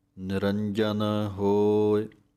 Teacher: निरंजन पाठ जज्जे ते जोर दे के बोलना है, जज्जा पोला नहीं बोलना